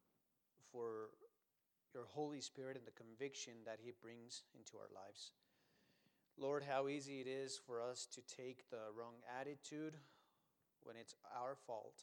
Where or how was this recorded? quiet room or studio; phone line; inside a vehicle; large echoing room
large echoing room